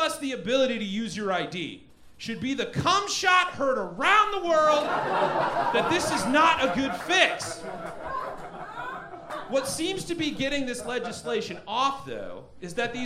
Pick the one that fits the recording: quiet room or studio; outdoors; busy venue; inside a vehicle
busy venue